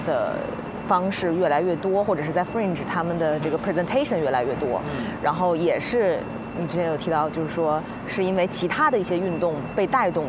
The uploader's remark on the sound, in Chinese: 是在爱丁堡市中心的 Princess Garden 露天录制的（环境音警告）。2017年Fringe现场录制特别节目。